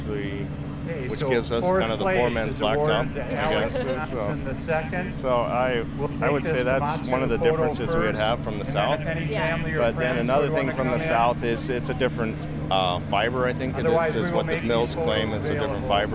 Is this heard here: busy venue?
yes